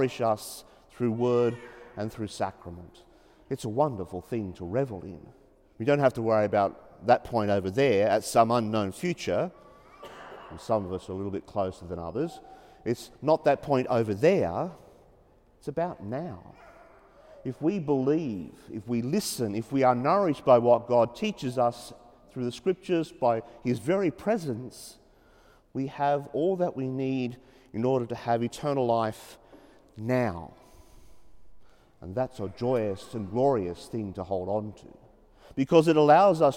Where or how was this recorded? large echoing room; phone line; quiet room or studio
large echoing room